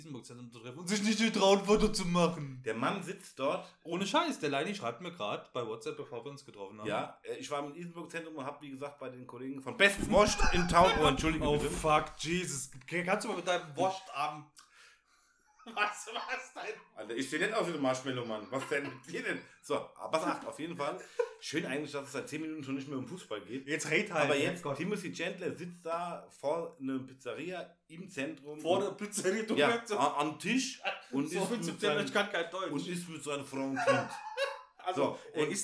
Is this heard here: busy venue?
no